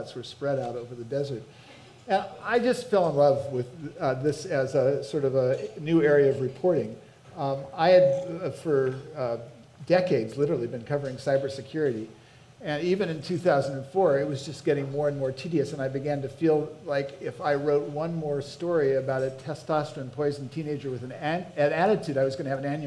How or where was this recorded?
busy venue